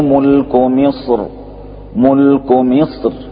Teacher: ومصر في حالة وصلها مفخمة لأن أصلها مفتوحة مصر في جميع أحوالها، ممنوعة من الصرف طبعا. · Term: التفخيم